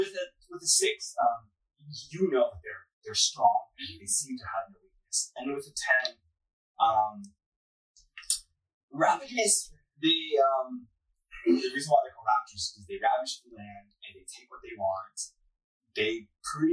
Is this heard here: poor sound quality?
yes